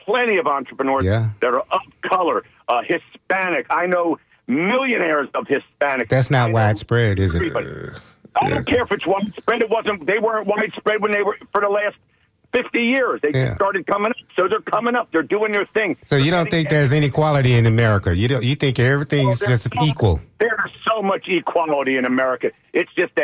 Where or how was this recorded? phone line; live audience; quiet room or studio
phone line